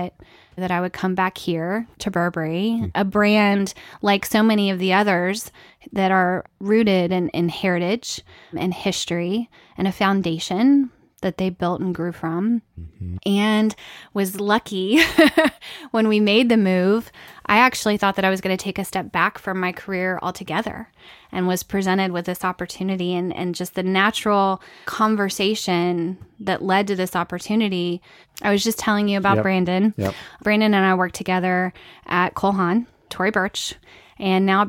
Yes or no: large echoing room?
no